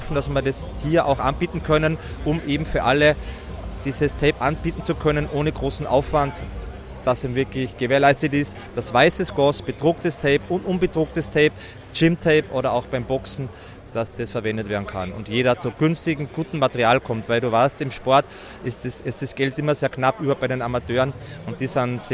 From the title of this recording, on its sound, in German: Live auf der Cage Fight Series in Wiener Neustadt